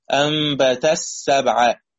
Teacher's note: أنبت السبعة بإدغام التاء في السين